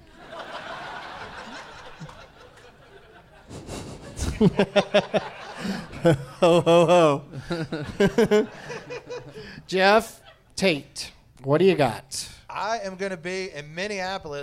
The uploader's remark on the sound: Live from the Helium Comedy Club in Portland, OR